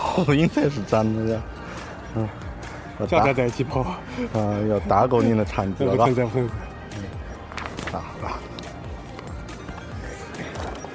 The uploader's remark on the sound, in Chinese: 这期节目，是来自于重庆马拉松的现场，最原始的运动时的感受和记录。能和我一起感受现场的气氛。This episode is the live recording from ChongQing International Marathon 2015.